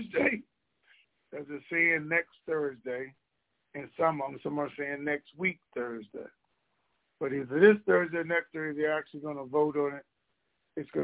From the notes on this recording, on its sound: Conference Call